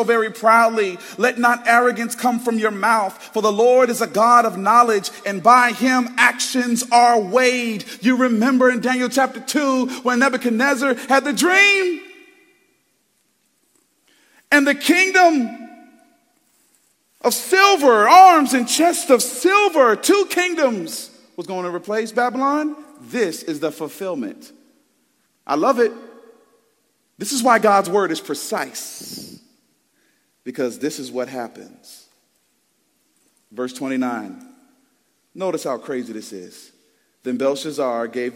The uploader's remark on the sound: Preached Sunday February 4th, 2024 at Woodside Bible Church, Pontiac Campus